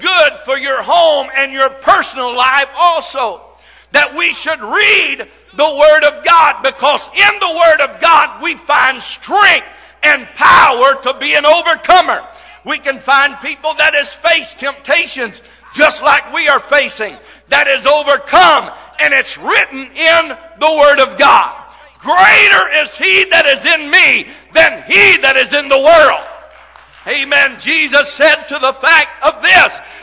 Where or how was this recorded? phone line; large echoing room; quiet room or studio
large echoing room